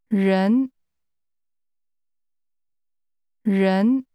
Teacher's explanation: This word begins with a sound we don't have in English. It's like a cross between an R and a Y.